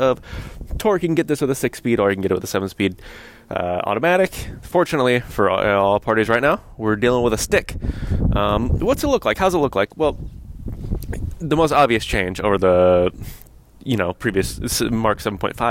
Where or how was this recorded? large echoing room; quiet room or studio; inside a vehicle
inside a vehicle